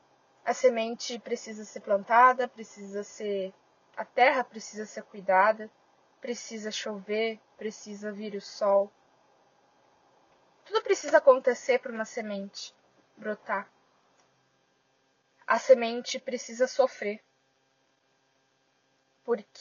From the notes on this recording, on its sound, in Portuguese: background noise* é para ajudar a relaxar e pensar